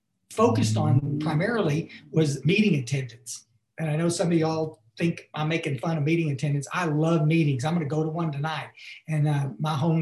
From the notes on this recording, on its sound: Barnsley UK Zoom meeting on 5-19-2021